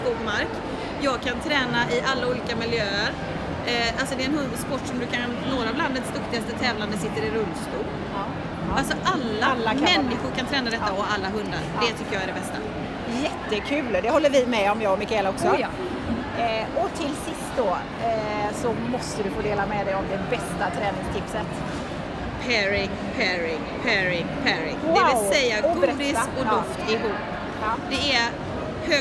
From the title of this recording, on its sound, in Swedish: Direkt från My Dog 2019